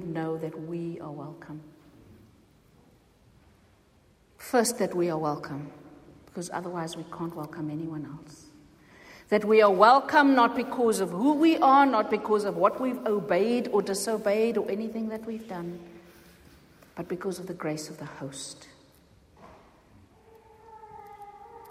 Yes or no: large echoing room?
yes